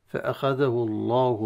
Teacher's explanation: لفظ الجلالة في فأخذه الله تفخم لأن ما قبله ضم في حالة الوصل